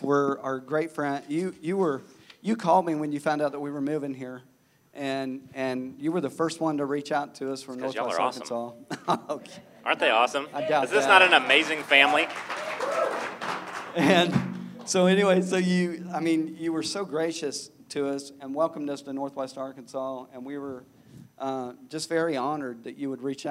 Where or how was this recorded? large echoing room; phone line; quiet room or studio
large echoing room